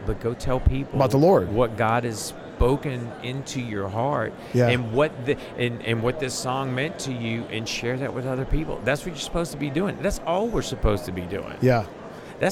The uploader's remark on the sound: LIVE from NRB 2022!